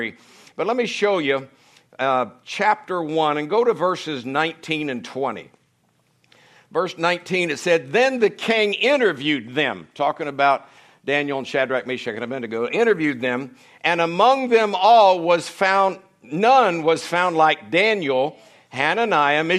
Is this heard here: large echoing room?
yes